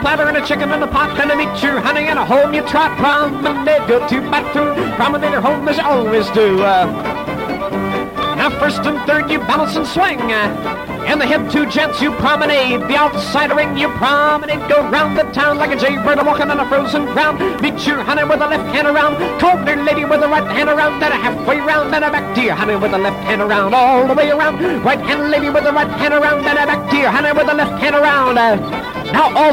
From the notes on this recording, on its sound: Live Dance Recording of the Santa Monica Jubilee in 1950. Seventy years ago, the Santa Monica Diamond Jubilee was the largest square dance ever, a record held to this day.